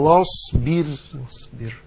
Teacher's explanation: هنا الراء حكمها الترقيق. ليه؟ هي الراء ساكنة وما قبل الساكن مكسور